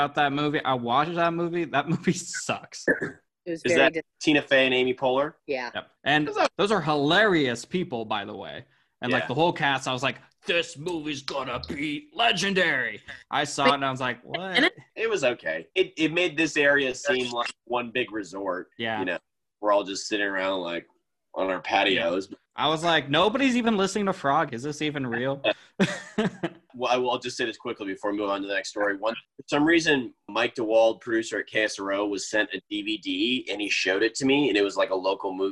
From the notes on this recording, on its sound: we are back in action via ZOOM.